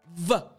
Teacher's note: The V sound is literally just your front teeth on your bottom lip and you're vibrating.